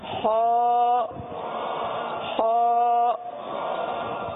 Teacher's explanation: جیسا کہ پہلے عرض کر چکے ہیں کہ خوا کا مخرج جو ہے یہ حلق کے اوپر والا حصہ ہے، حلق کے اوپر والے حصے سے ادا ہوتا ہے